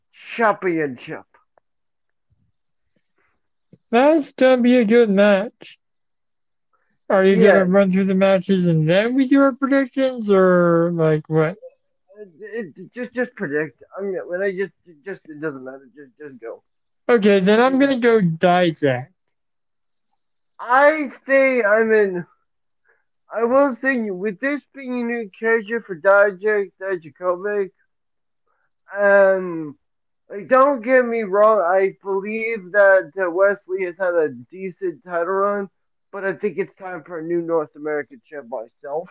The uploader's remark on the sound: I apologize for the audio quality